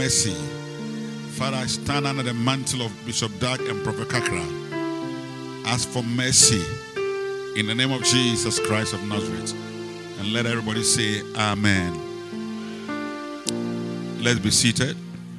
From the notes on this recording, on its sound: Preached at the Rose of Sharon Cathedral, Catch the Anointing Denomination, LA - Accra